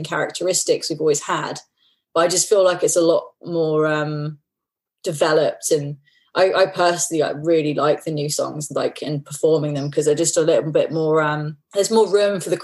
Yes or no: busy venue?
no